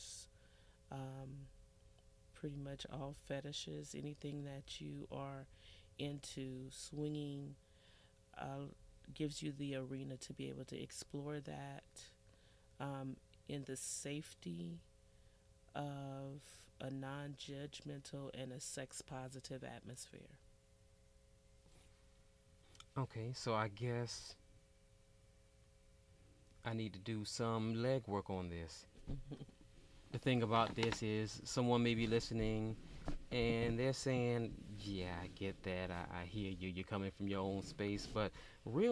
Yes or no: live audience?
no